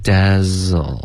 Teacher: dazzle 的这个 z 有一点 dazzle，有一点 z，就是儿子的这个子的音了。不应该爆破，OK，是一个摩擦音